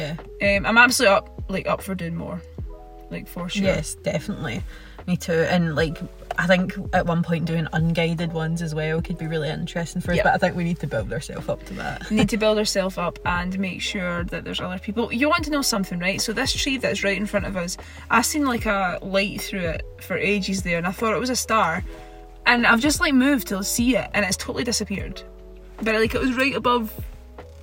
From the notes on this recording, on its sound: car straight after the event while sitting in Bonnybridge (UFO hotspot)